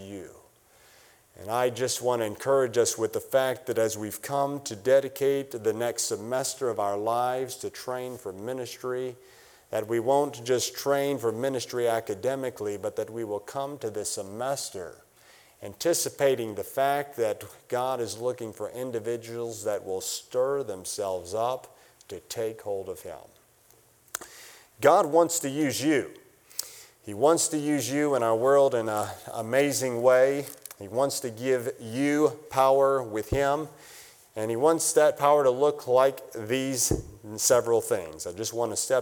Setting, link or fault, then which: setting, large echoing room